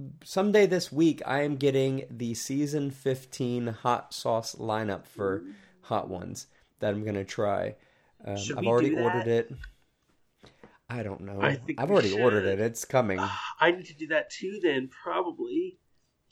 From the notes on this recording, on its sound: My apologies for the audio quality. We had a mic issue, but believe next episode will be back to normal.